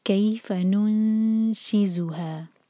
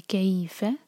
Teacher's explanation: کیف light اور سافٹ پڑھیں گے یا سے جوڑیں گے، یہ ہے مدلین. کیف، اس کو کیف نہیں کہنا ہے، وہ غلط ہوگا، یہ ہے کیف، فلائٹ.